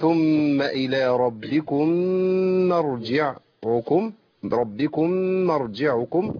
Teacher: إدغام الميم الساكنة في الميم المتحركة فشددت الميم نتيجة الإدغام فانحقق بقى الغنة في الميم.